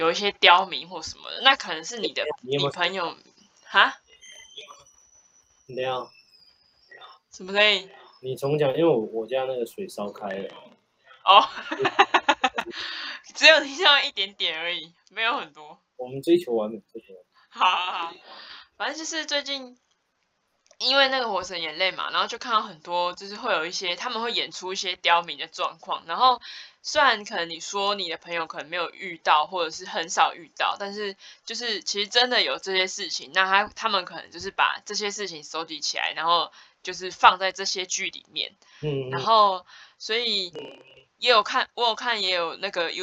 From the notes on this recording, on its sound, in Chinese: 視訊錄音真實的雜音呈現給你～